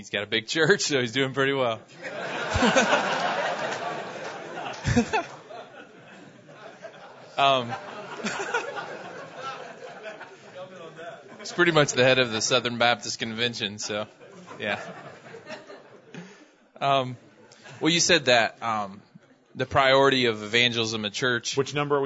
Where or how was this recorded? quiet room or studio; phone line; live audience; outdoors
live audience